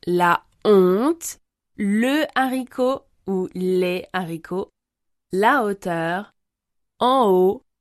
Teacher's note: La lettre H dite aspirée empêche la liaison avec le mot ou le verbe qui le précède. Il n'y a pas de liaison ou d'élision avec le H aspiré.